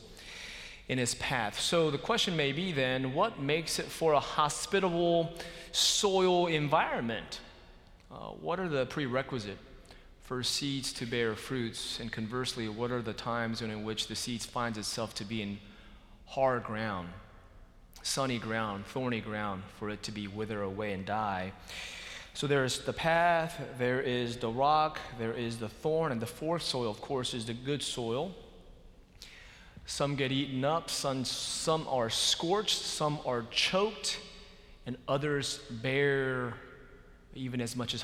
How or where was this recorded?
large echoing room